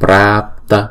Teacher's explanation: Chữ prap này chúng ta phải đọc chữ a kéo dài hai nhịp